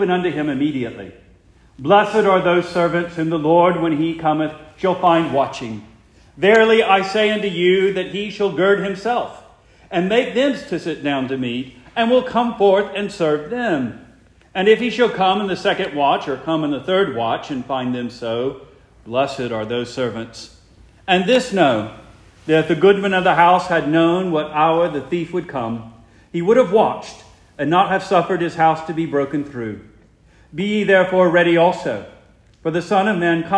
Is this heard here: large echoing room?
yes